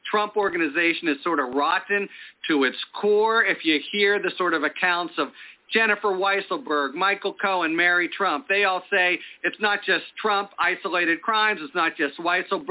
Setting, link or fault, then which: link, phone line